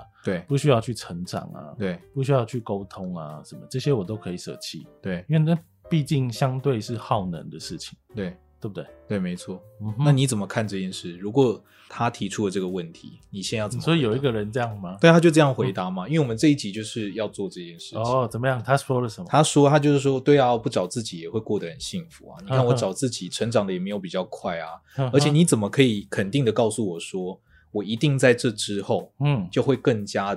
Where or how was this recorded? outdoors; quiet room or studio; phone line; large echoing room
quiet room or studio